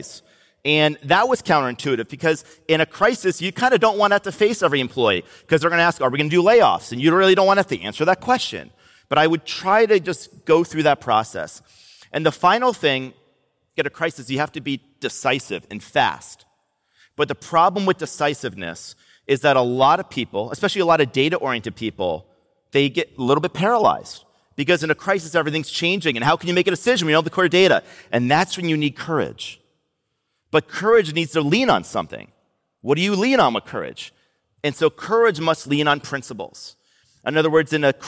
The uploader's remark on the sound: Recorded live on stage at the Masters of Scale Summit in San Francisco.